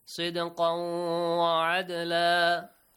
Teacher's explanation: dal is also pronounced with an echoing sound · Term: weak qalqala